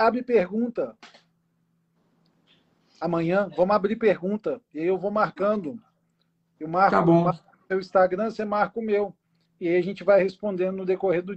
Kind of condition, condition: link, video call